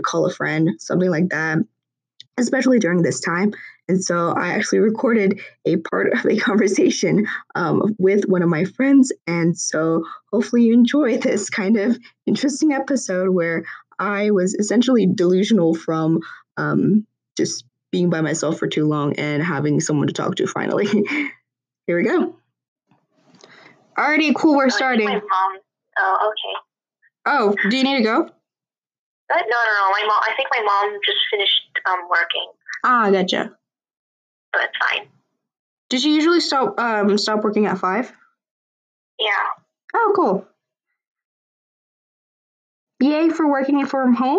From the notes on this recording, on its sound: I'm sorry for the horrible audio quality today. I did not realize that my phone speaker was not facing the microphone on my laptop until I went back and listened.